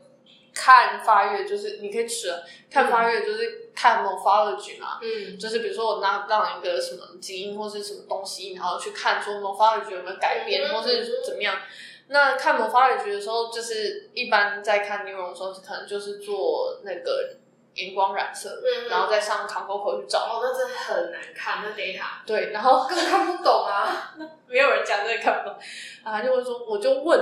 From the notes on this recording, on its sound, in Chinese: 這系列為直接午餐聊天所錄的音，如雜音較多，再請見諒